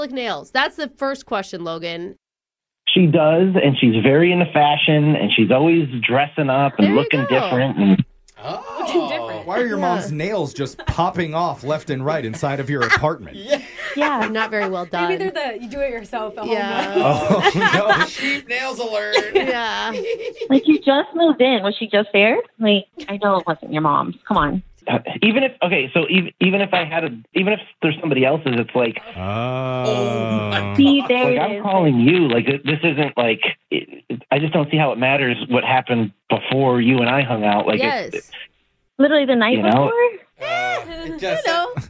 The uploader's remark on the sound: The guy on the phone today